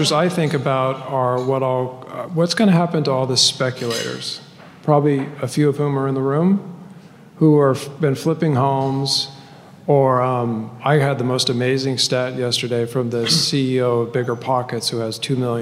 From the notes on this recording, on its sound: The Norris Group’s annual award-winning event, I Survived Real Estate is back, LIVE! Our 15th annual black-tie gala.